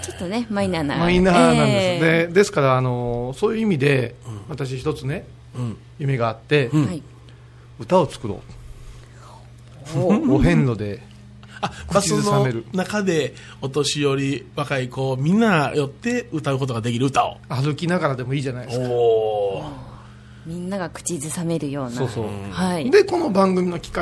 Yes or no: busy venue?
no